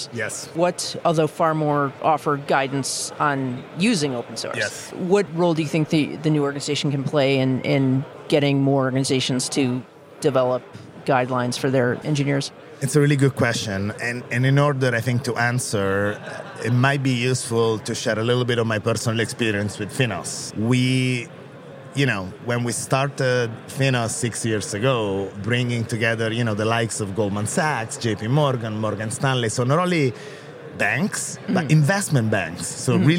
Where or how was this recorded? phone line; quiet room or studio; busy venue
busy venue